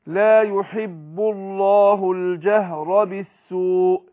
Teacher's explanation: كلمة الجهر هنرقق الهاء الجيم والهاء وهنفخم الراء عشان مفتوحة